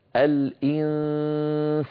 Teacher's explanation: صوتان في آن واحد، غنة من الخيشوم عن طريق فتحتي الأنف وصويت من الفم، صوت ضعيف ضئيل، لا يصح أن أجعل هذا الصوت قويا جدا كما نسمع من بعض من يعني يقرؤون بالأنغام وكذا في المحافل، يقول الإنسان تجد بأنه يفتح فمه ويخرج صوتا مخيفا. · Term: النون المخفى